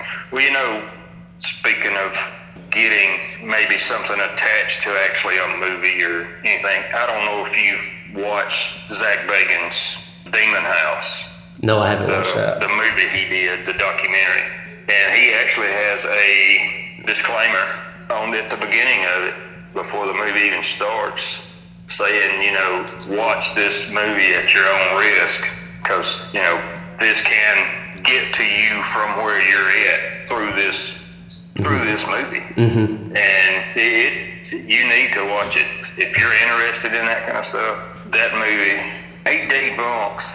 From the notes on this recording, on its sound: follows up with phone lines